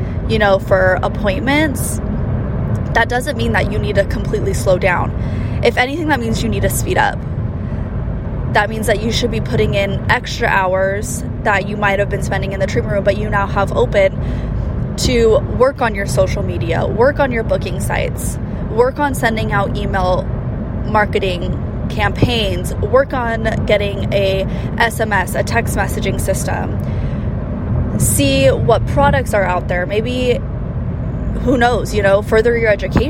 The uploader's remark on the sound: This episode was recorded on my drive to our San Diego Location so I apologize in advance for the quality not being the best